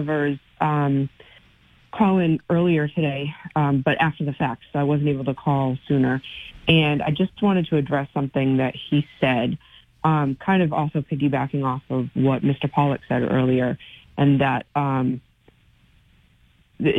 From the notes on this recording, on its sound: Continues to take calls from the audience. Calls in to make her pitch to the voters.